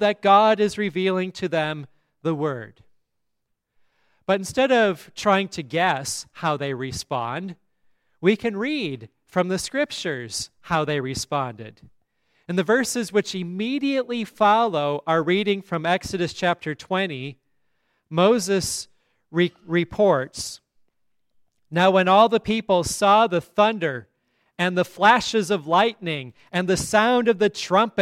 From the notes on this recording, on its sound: at Grace Lutheran Church, Lexington, MO